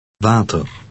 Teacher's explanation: Dutch W has a V sound, as in the English vase.